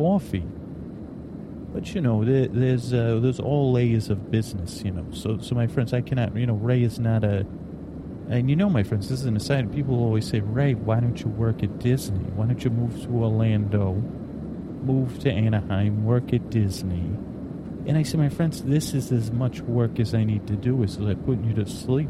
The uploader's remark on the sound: On a Plane | On Location.